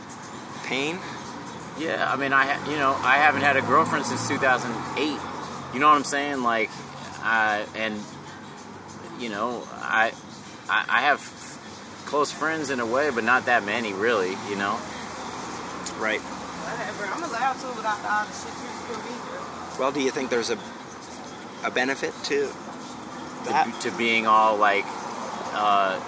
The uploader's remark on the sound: meet up for a conversation outside of a coffee shop